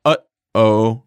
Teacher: Notice the little break, how the first part of uh falls off or is cut off between the two syllables. This is what's defined as a glottal stop.